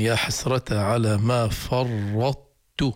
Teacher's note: إذن يا حسرة على ما فرطت، لا ندغم ولا نظهر، لأن لو أدغمنا كان بدك تنطق بطاء لو أنك أظهرت القلق، ولكن تبقي صفة الإطباق في الطاء فقط بدون إدغام